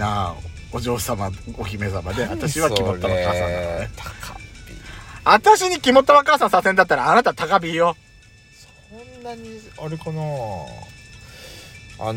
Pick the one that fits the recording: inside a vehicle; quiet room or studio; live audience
inside a vehicle